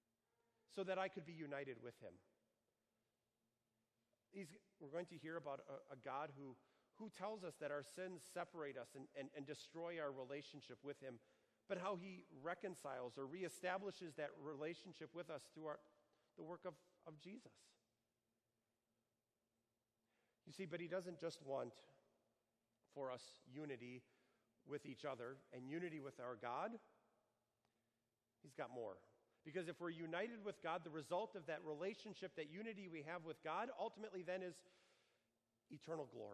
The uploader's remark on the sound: Sermon preached for the Seventh Sunday of Easter on June 2, 2019, at Our Savior Lutheran Church in Birmingham, AL.